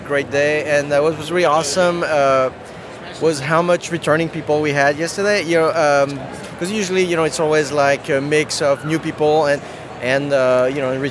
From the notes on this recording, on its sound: Emerald City Comic Con 2018 Day 3! Live!